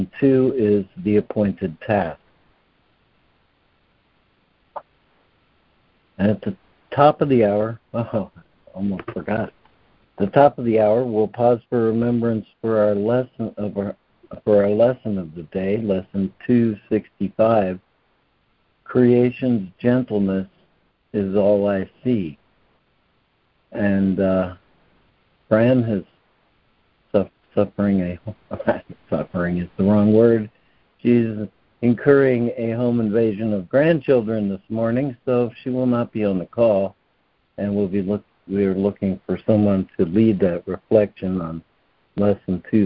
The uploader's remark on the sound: ACIM Daily Conference Call